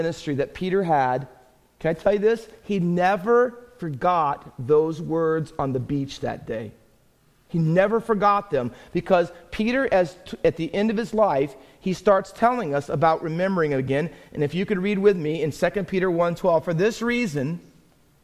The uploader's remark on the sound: Faith Baptist Church in Hamilton, NJ.